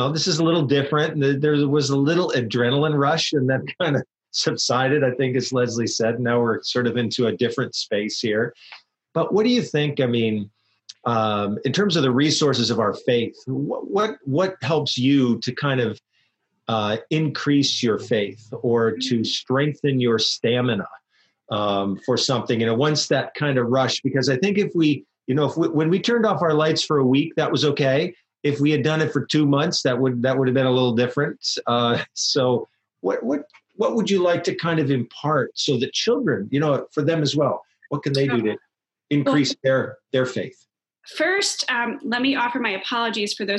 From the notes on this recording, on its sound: Today were are joined via Zoom by Director of Children's Ministries.